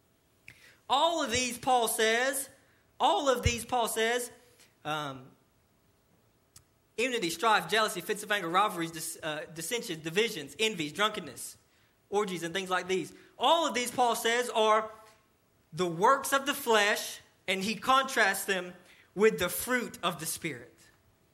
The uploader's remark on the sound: sermon delivered to Cottondale Baptist Church in Eastman, GA during the 11:00am service on 6/10/18